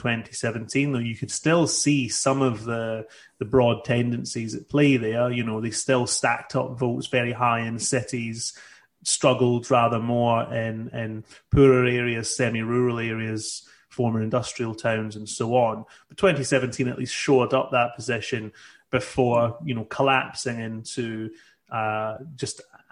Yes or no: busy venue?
no